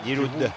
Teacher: no se pronuncia ni la T de Rabiot, ni la D de Giroud.